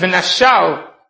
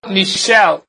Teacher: So between the nun and the shin, you would make an ah sound. · Shown in: first take · So that ah has to be created either by an aleph or a hey.